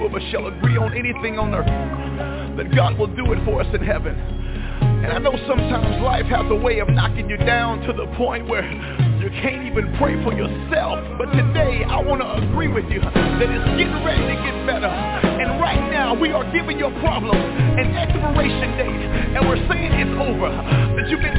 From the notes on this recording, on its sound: TNTSuperfantastic Conference Call